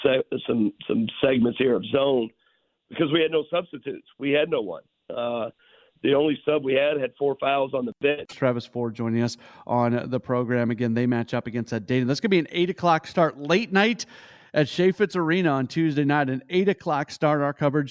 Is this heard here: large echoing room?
no